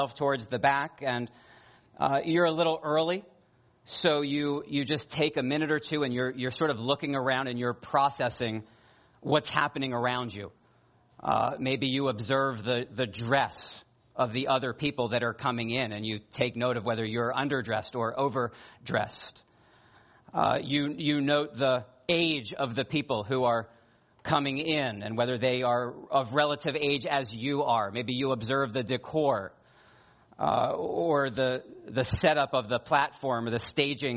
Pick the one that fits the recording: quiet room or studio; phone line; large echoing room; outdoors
large echoing room